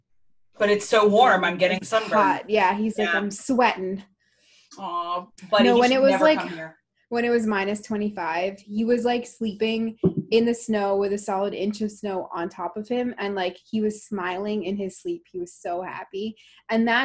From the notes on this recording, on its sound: We had a virtual happy hour earlier this week and we decided to hit record!